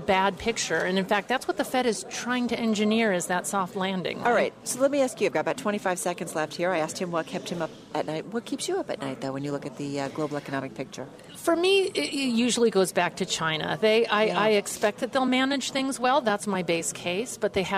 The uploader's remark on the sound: The Rutgers Center for Real Estate Conference at the New York Stock Exchange